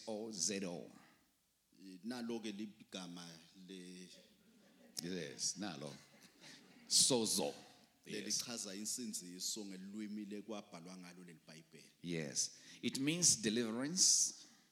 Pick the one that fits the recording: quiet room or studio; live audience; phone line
live audience